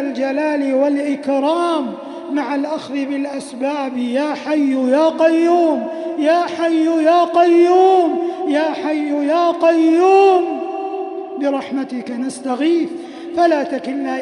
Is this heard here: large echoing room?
yes